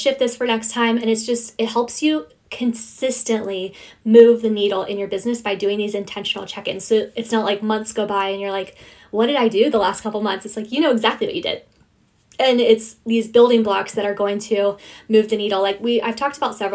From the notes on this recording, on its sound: sharing my Instagram live